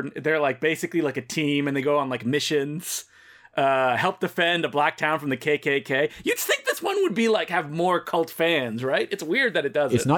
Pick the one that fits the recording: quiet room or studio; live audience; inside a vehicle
quiet room or studio